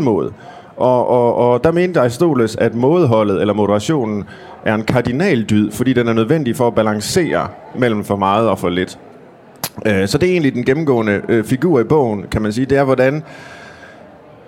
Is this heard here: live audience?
yes